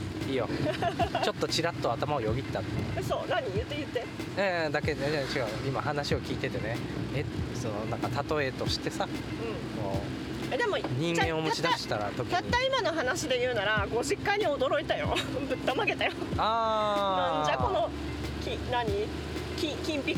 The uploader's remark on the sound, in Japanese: なぜか雨天の車移動中に収録しました。